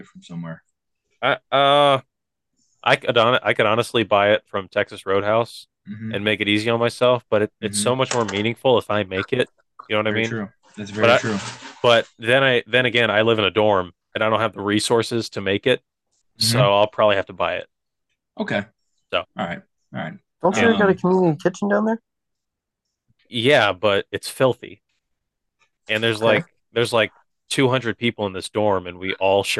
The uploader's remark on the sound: This episode was made possible because of Zoom